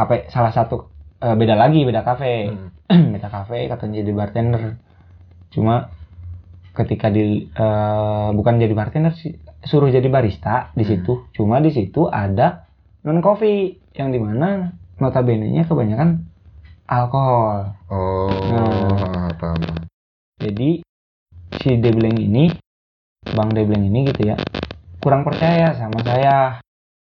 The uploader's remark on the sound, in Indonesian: kalo ada suara gangguan itu bukan hp kalian yang bermasalah tapi mic aing yang murah anjjj